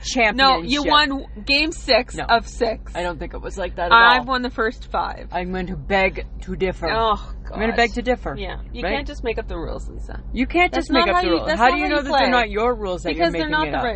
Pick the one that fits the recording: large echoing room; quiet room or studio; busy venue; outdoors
outdoors